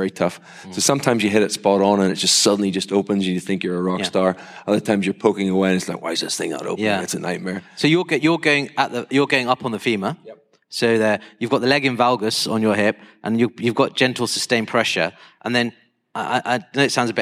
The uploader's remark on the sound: Welcome to the first ever orthohub fireside chat brought to you in association with Conmed from the 20th year of the Sports Knee Surgery meeting. Recorded live on stage in Birmingham.